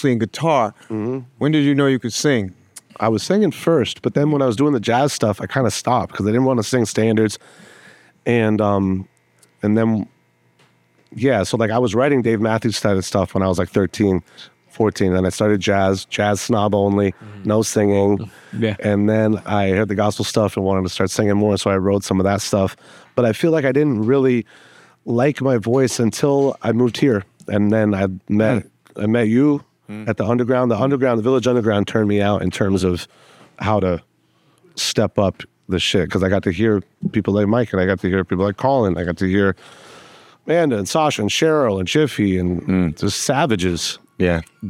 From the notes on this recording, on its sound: Featuring a performance of the piece at the end. Recorded live in New York’s West Village at the Olive tree Café during business hours.